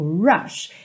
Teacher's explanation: Ah, olha aqui, rush. O R no começo da palavra, ele é enrolado sim, ok? Até o britânico, rush.